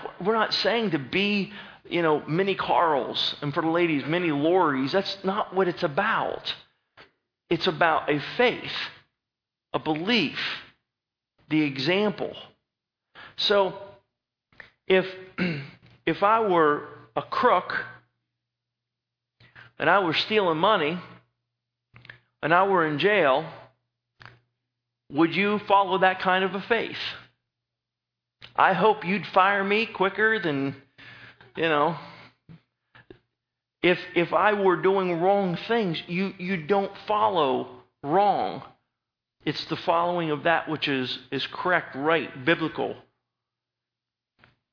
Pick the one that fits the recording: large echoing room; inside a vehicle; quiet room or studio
large echoing room